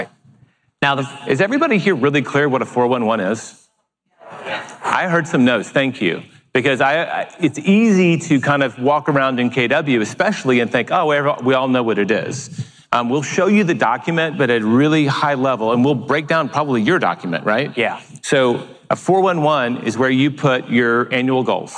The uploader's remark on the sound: delivered a keynote presentation at the Keller Williams Family Reunion Convention